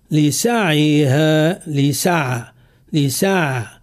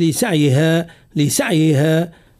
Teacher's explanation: رخاوة العين رخاوة متوسطة، ما هيش رخاوة كاملة ولكن فيها رخاوة · Shown in: first take · لسعيها لسع لسع، ما هيش لسعيها لسعيها. · هنا إذا نطقنا بالعين هكذا لسعيها راضية، لا، العين هنا فيها اختلاس، يتسمى اختلاس، معناها سرقنا من زمن التصويت بحرف العين سرقنا جزء من صوتها، ولهذا نعطيها الرخاوة المتوسطة فنقول لسع لسعيها راضية.